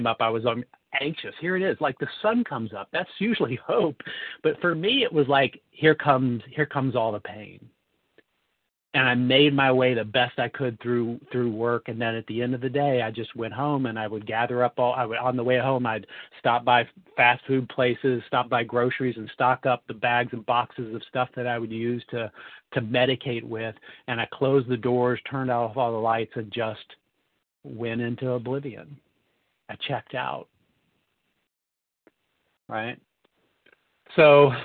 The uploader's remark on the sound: 100 Pounders Phone Meeting, 11/21/23